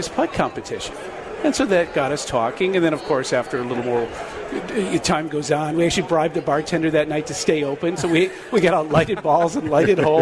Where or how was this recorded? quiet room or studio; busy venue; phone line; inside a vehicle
busy venue